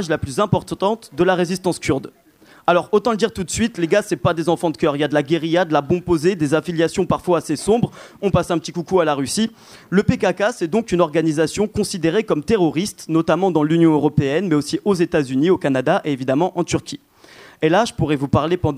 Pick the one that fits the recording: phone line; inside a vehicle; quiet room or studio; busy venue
busy venue